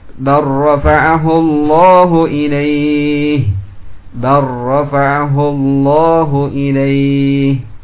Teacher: Qala ta'ala bar rafa'ahu Allahu ilaihi ya, diidghamkan pada ra bar tidak bal tapi bar, hilang lamnya ya, masuk kepada ra